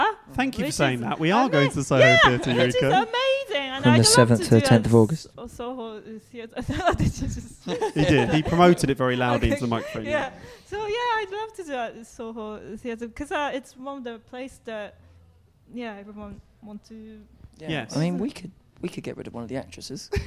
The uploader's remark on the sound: This episode was recorded at the Leyton Technical on 7th July 2019.